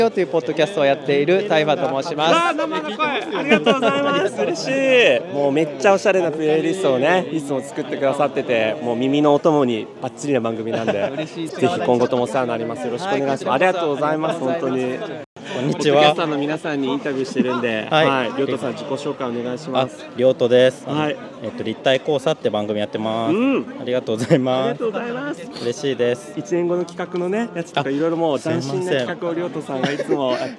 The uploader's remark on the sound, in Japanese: ポッドキャストウィークエンド2023当日の様子をお届け。また、ブースに来てくださったポッドキャスターの方で、収録をできた方々の声と、当日の催しの１つ「ルーレット」の模様をお届けします。